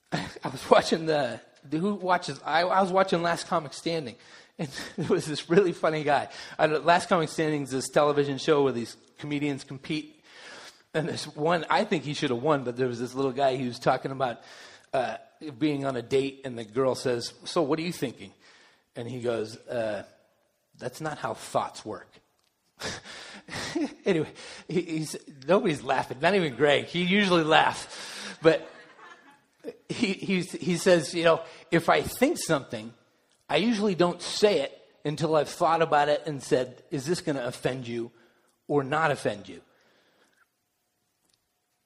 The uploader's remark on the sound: delivered during the Contemporary Worship service